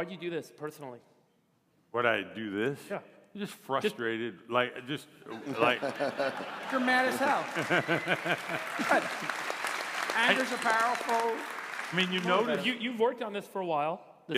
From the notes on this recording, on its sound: This talk was recorded live at the All-In Summit 2023 at Royce Hall on UCLA's campus in Los Angeles.